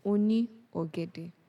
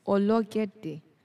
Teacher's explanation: But how you hear it is ologede. So that ni is changed to l · Shown in: second take